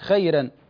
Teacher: أنت رققت الراء فرققت الخاء معها، قلت خيرا، لا، الخاء مفخمة، كل خاء مفتوحة في القرآن مفخمة، أقول خاء ثم أنتقل للياء والراء خي را را هكذا.